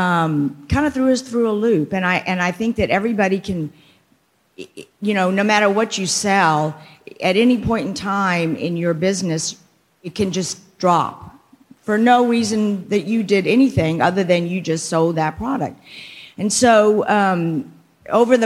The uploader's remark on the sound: "CEOs Unite - Let's Get Uncomfortable" summit. There was applause in the audience.